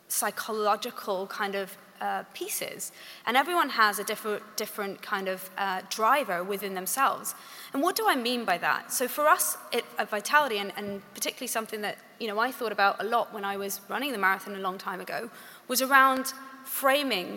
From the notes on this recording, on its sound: We come live from the Guildhall in the City of London, with one of the sessions from the 2021 Conference.